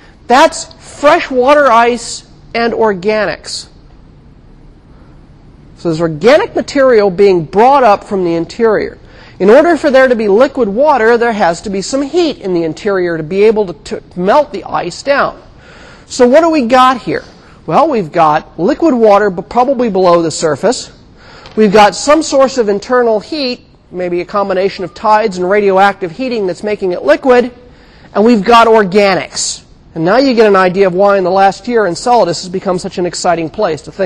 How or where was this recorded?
large echoing room